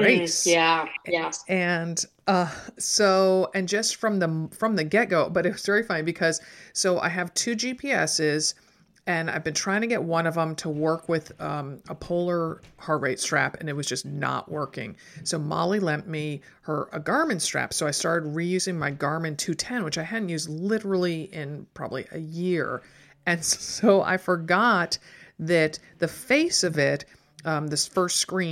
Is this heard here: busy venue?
no